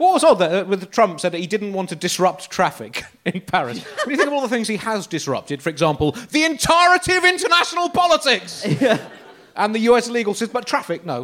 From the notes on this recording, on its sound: a pretty spectacular live Bugle